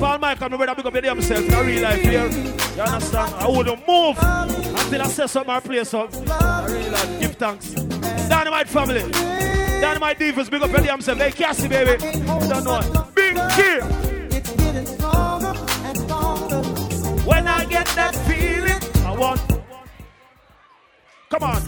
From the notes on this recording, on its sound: LIVE AUDIO FROM AUGUST 1OTH